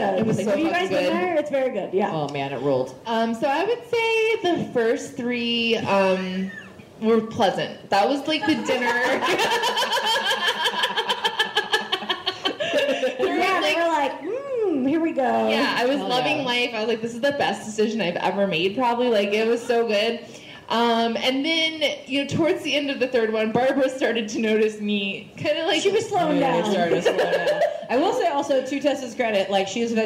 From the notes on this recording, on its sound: Live From Boise! This week, the ladies are coming at you LIVE from Boise, Idaho!